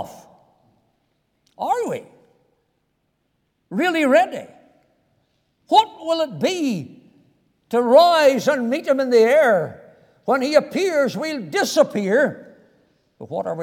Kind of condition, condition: setting, large echoing room